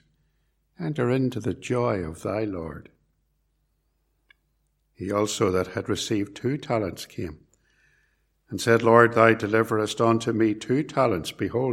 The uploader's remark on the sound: This sermon was preached at Ballymacashon Congregational Church and at Templepatrick Reformed Church, and was recorded at Templepatrick.